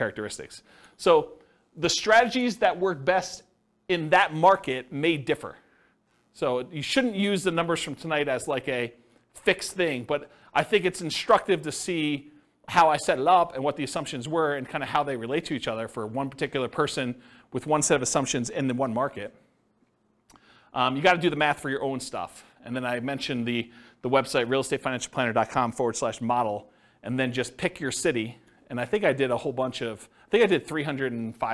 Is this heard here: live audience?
yes